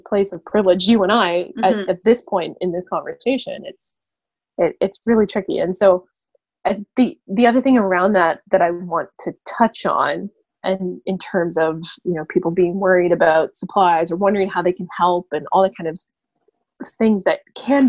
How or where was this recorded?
video call